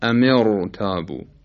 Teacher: بله اینجا هم به ظاهر ما باید را ساکن ما قبل مکسور رو ترقیق کنیم، بگیم امر تابو، اما اینطور نیست، به خاطر عارضی بودن این کسره حرف را رو تفخیم میکنن